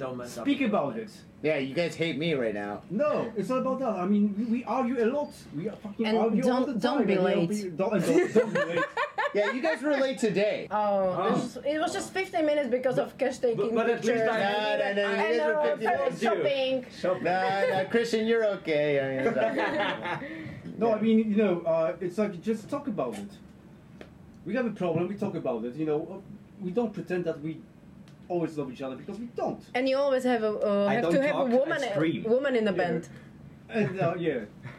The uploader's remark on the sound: As soon as the mic was hot the room was on fire! The mics were damaged, things were broken and an epic amount of booze was consumed (and spilled).